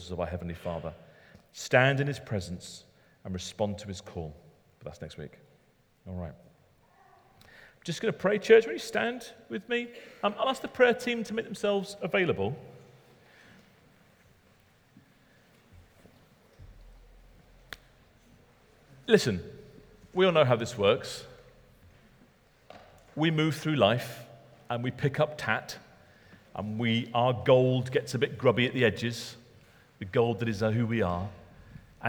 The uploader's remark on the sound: talk recorded at Middlesbrough Community Church